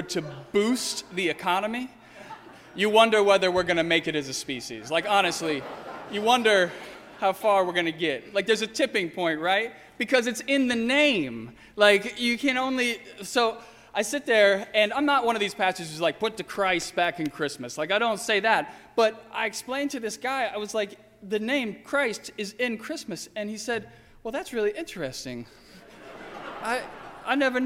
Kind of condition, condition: setting, large echoing room